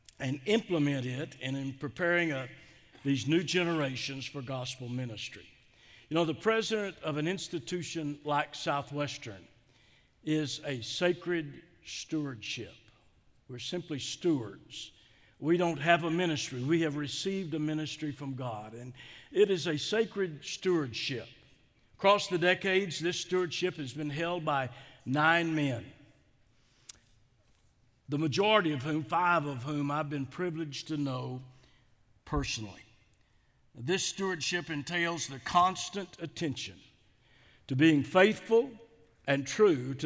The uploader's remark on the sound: delivered the Founder’s Day Address at Southwestern Baptist Theological Seminary on March 10th, 2022 in #SWBTSChapel.